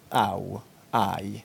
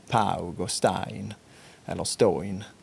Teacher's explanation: det som kom först då under 1500-tal kanske, det var förmodligen de ganska kraftigt utpräglade nordskånska diftongerna au, aj, alltså som i paug och stein, eller stoin som det heter på vissa håll.